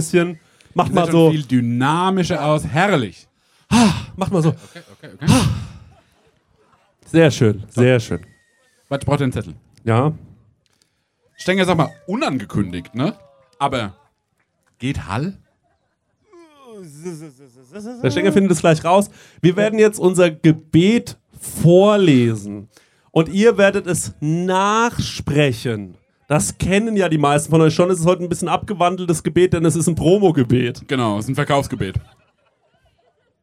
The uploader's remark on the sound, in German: Sommerfest Live. Lauschet dem Live Podcast, der vor Ort gepredigt wurde.